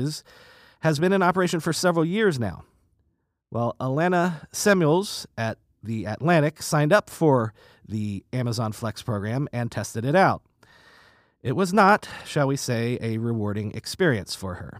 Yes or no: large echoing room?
no